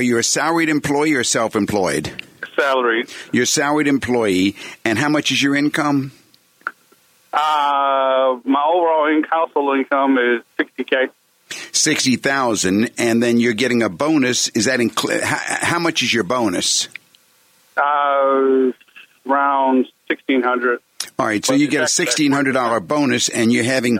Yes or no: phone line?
yes